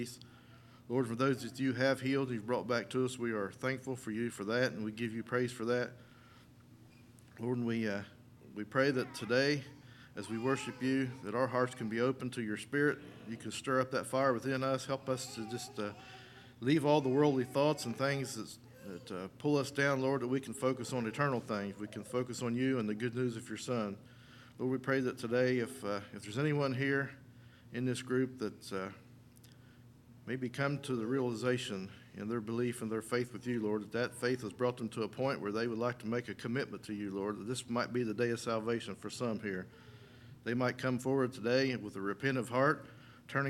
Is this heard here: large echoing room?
yes